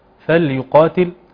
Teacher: وكلا اللامين فيهما صفة التوسط